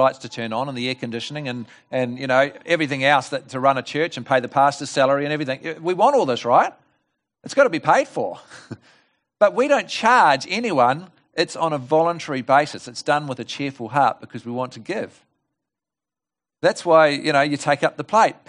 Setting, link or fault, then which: setting, large echoing room